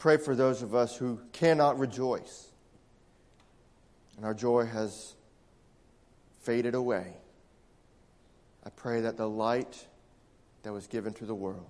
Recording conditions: large echoing room